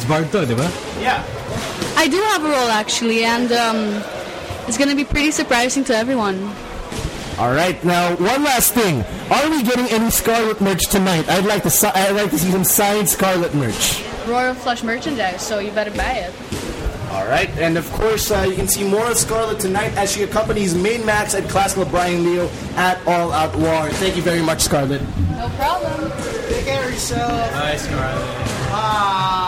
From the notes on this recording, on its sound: Comes straight to you live from the PWR Arena in Makati Square!